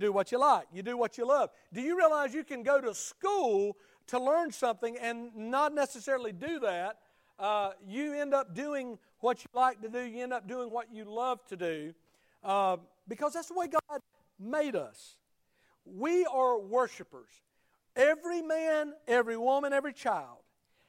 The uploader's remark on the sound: Sunday Morning Service at Liberty Baptist Church